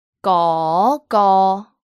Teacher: 嗰 is the second tone. It's a high rising tone, like asking a question. 嗰 and 嗰, as we mentioned, it's a mid flat tone.